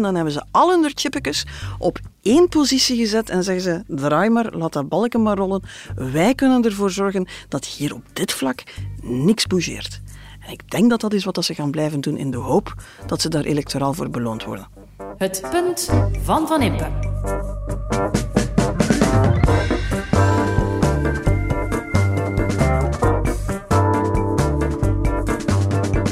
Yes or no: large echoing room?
no